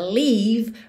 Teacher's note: pronunciar essa palavra leave, mais horizontalzinha, leave, mais cheia, mais gordinha, para ela ficar diferente de live